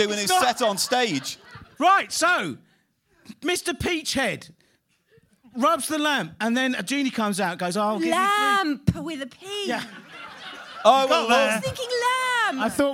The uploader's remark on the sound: a live show recorded as part of the Cheerful Earful Podcast Festival on November 4th at the Streatham Space Project, South London